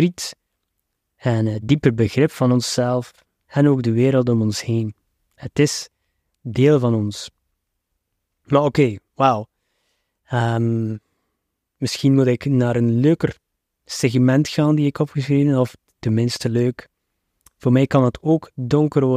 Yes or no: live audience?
no